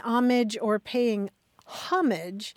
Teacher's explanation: the accent in both of those cases is on the first syllable